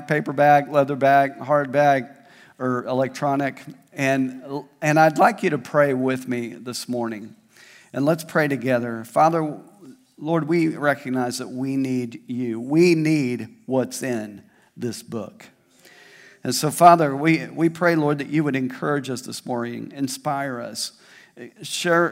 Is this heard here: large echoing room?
yes